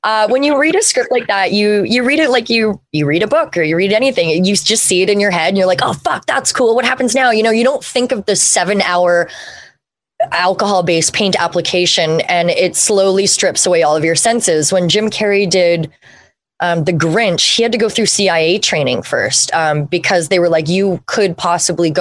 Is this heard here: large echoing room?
no